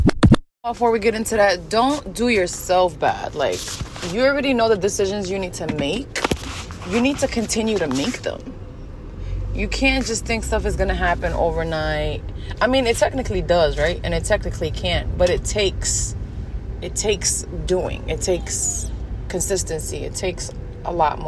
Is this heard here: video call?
no